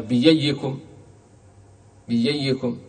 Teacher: هنا، الشيخ يقول وفي غير هذا بين بين، لكن الآن لا، ما قرأنا بين بين، الآن أبدلناها إلى ياء محضة